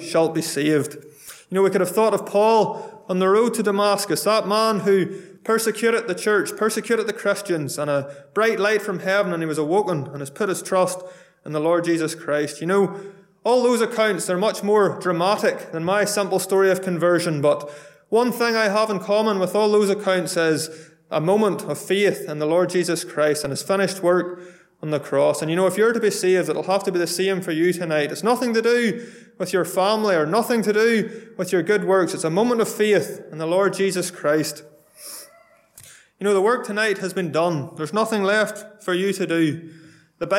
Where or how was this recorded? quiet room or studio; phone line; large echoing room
large echoing room